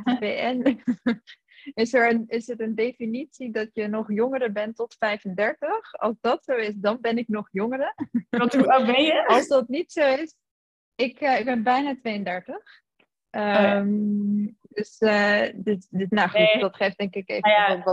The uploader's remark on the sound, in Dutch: Deze aflevering speelt zich online af via zoom.